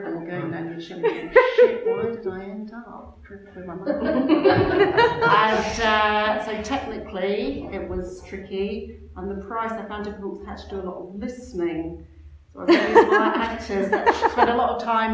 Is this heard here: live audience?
yes